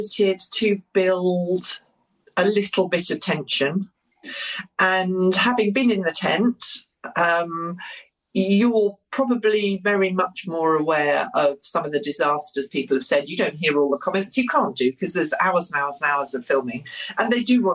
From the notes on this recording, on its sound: As we recorded this podcast remotely via Zoom.